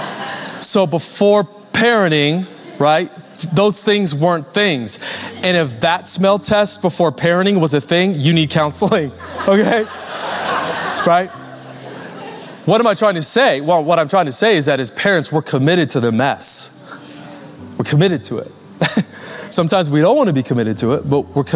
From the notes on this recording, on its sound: Recorded Live at Capital Church Meridian, Idaho.